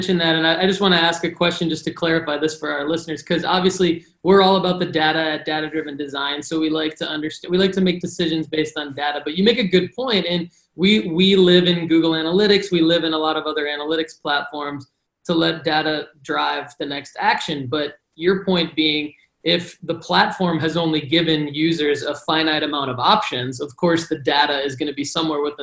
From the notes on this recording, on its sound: Via Zoom Conference. Myself from my office in Valencia, Spain. I assume from his office in Seattle.